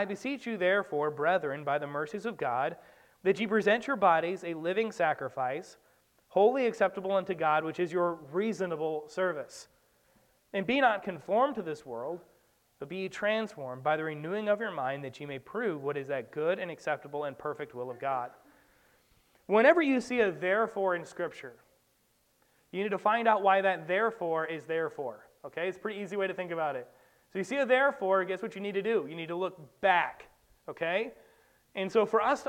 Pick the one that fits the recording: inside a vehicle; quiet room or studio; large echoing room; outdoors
large echoing room